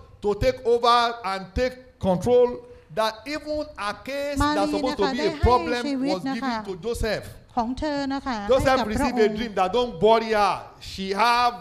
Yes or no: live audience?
yes